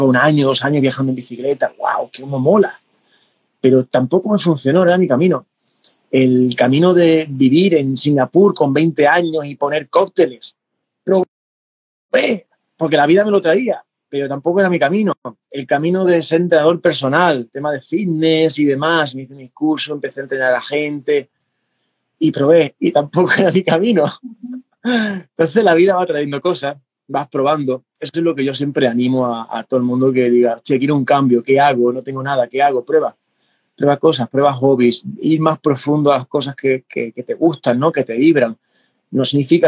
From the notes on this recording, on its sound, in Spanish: Revivimos los encuentros en directo que realizamos en Instagram